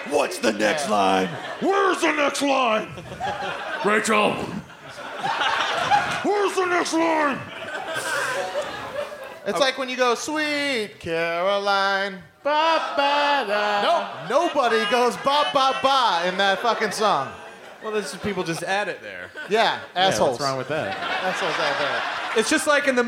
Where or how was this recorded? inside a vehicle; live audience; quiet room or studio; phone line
live audience